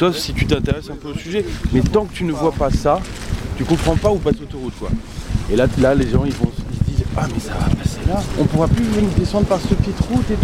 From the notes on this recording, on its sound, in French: Le son n’est pas toujours parfait car le terrain n’est pas le meilleur studio d’enregistrement. Pendant ce weekend de puissance militante.